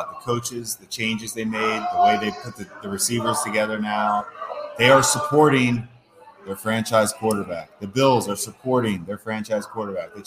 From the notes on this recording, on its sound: I discuss live at Fattey Beer Company in Hamburg